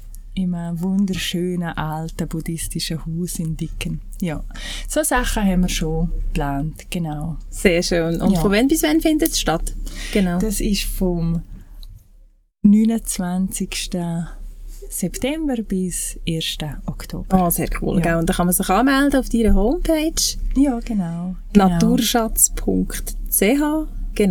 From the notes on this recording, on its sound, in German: Leider ist die Audio/Aufnahmequalität in dieser Episode nicht optimal da viel Umgebungslärm vorhanden war. Leider konnte in der Nachbearbeitung nicht alles rausgeschnitten werden.